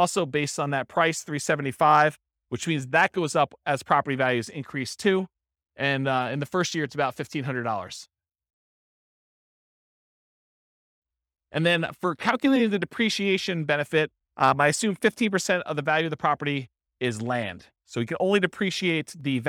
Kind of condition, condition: setting, live audience